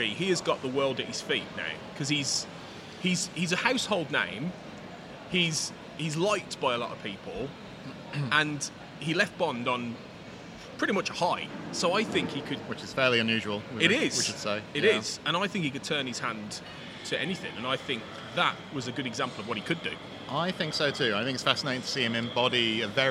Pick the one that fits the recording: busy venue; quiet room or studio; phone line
busy venue